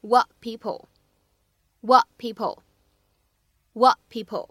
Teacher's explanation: 当 what 和 people 放在一起的时候呢，会有一个典型的失去爆破的处理